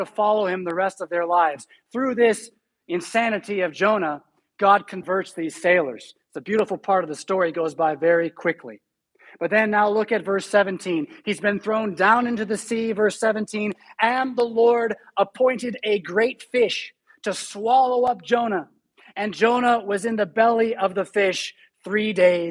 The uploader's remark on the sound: Preached at St Paul Lutheran Church , Rockford, Illinois on November 14, 2021.